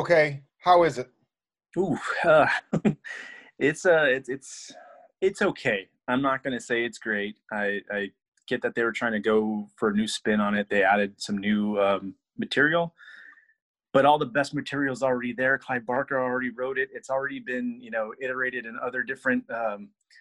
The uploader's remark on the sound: hit Zoom